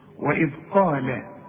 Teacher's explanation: القاف اعلى درجات التفخيم لانها بعدها الف